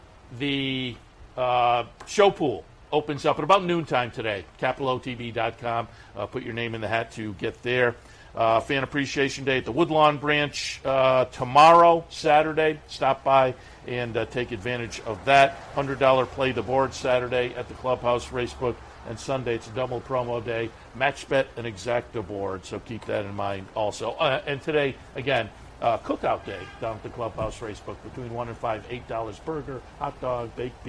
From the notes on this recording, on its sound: live from Saratoga Race Course